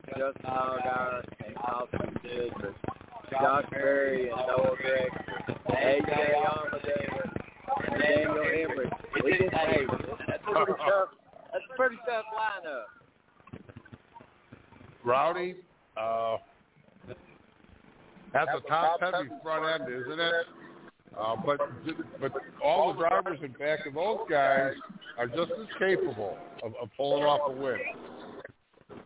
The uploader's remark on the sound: Live from doubleheader Trucks and Xfinity